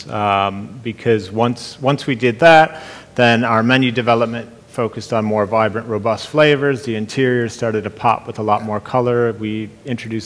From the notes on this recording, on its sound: Speaking on the second day Elite Business’ live event on March 10